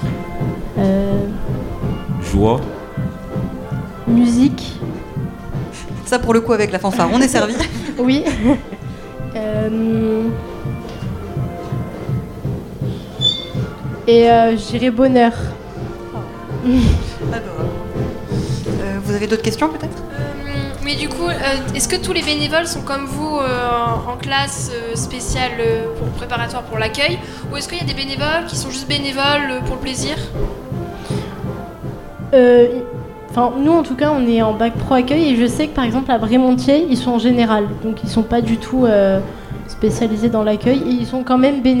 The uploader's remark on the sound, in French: Les 10 et 11 mai 2023, Delta Fm est allée au Nouveau Festival à Cenon (33). Voici une interview de quelques bénévoles qui sont en réalité plusieurs centaines sur le Nouveau Festival.